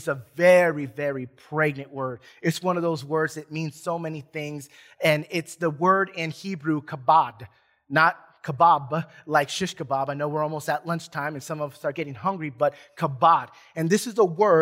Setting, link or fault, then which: setting, large echoing room